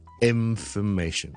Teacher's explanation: 嗰个鼻音咧系用下唇同埋上面嘅门牙挤埋一齐读，而唔系咧脷尖同埋 in 本身个位